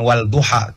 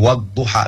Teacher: Tapi Alif Lamnya tidak dibaca, tidak bisa dibaca Wadduha. Bukan wal duha, tapi wad duha, langsung di dot. · Shown in: second take · Karena dot itu syamsiyah. · Term: Alif Lam Syamsiyah